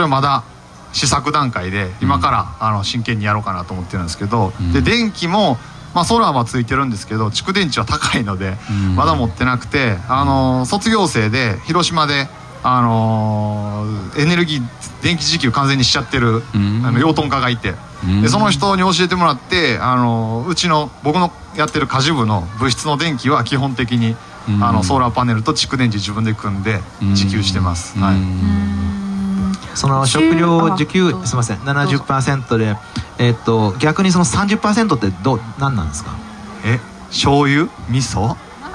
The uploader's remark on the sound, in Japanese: 1周年記念公開収録。京都ファーマーズマーケット会場にて公開収録しました。